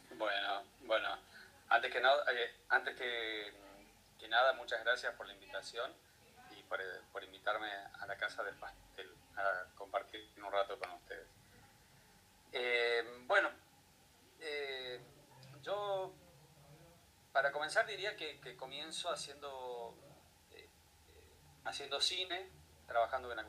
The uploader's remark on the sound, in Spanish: Tuvimos algunos problemas técnicos y no podemos subir el programa completo, pero queríamos compartirles dos audios que nos quedaron grabados de este programa.